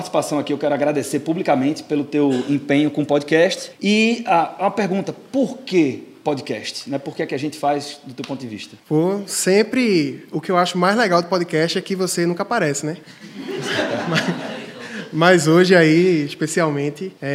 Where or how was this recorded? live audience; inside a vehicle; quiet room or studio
live audience